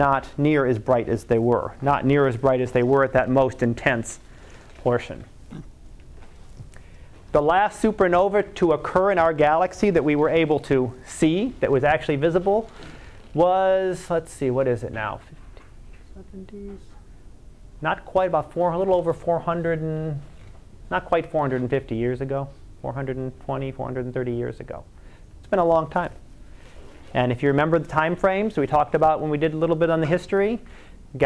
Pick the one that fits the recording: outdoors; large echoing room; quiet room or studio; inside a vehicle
large echoing room